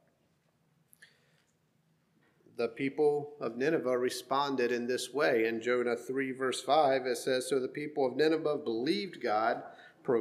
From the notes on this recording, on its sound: Sermon preached at HMC, October 29,2023